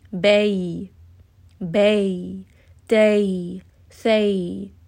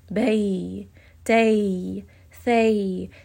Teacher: There is that sifat of gentleness, of ease, that when we say these letters, you are kind of easing your way from the fatha into the ya, kind of like a slope · Term: lean